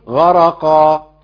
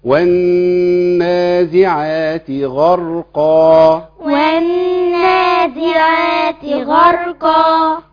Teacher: وبعضهم يقول غرقا، يحرك الراء الساكنة. لا، الراء ساكنة، نقف عليها شوية صغيرين خالص · Shown in: second take